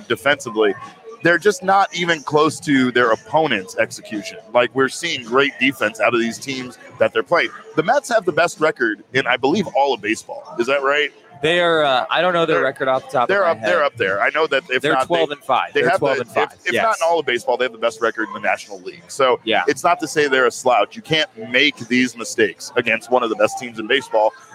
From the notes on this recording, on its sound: together live at the Ainsworth!